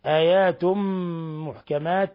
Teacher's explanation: تنوين ضم جاء بعد حرف الميم، حكم التجويد إضغام بغنة